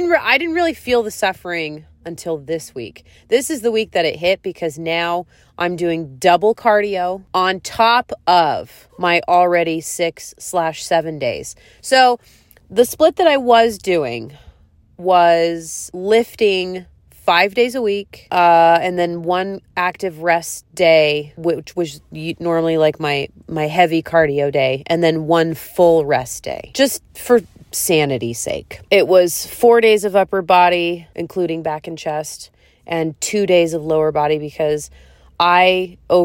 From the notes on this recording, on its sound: One podcast from my car and one podcast from my bed.